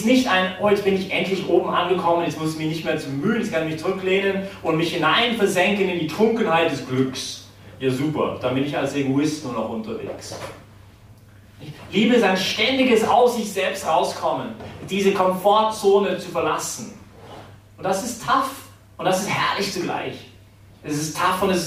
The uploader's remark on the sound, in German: die Predigt wärhend der BeFree Messe gehalten